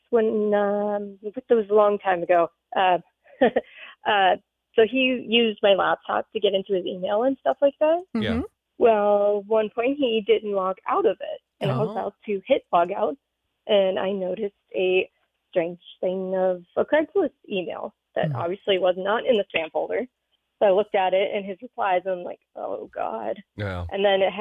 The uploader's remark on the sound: The phone lines open with stories from listeners. LIVE 2-7pm on 94.5 KS95.